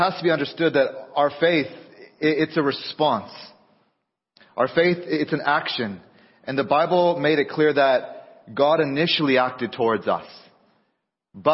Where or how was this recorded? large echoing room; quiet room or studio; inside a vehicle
large echoing room